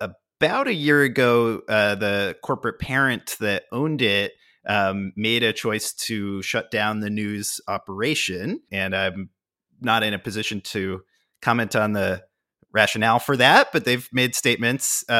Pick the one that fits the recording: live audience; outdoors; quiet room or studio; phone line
quiet room or studio